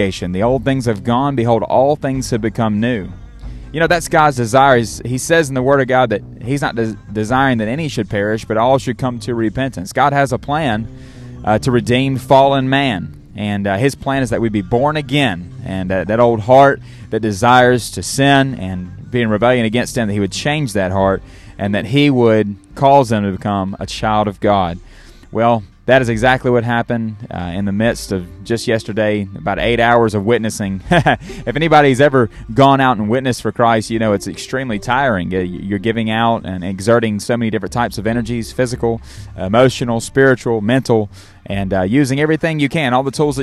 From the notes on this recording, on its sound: Live from an Outreach